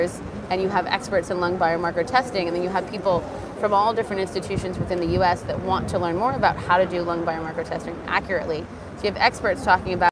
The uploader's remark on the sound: live interview from the 2023 American Society of Clinical Oncology (ASCO) Annual Meeting